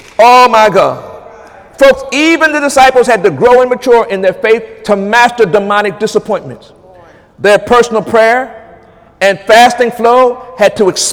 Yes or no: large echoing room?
yes